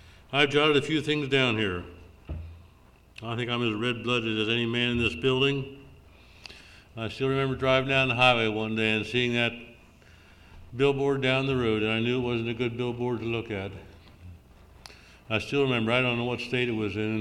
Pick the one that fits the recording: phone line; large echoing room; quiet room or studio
large echoing room